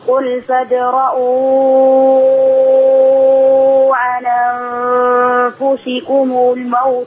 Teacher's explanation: قل فادرؤوا بالقصر والتوسط ثم صلي بوجه الإشباع